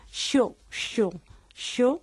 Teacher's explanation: también tenemos una sibilante apico-alveolar que suena así.